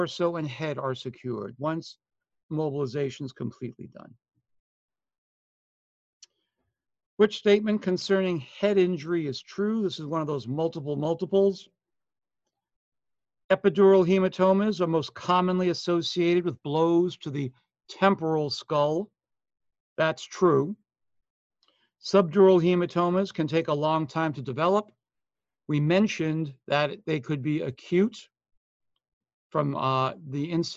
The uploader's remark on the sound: Online Session Audio